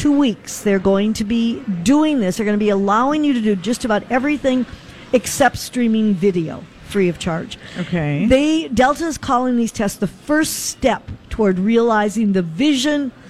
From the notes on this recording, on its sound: Live at General Store of Minnetonka